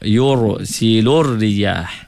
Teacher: Sebab sebelumnya di depan, bari depan. Sebelumnya berbari dhammah dibaca dengan tebalkan ra.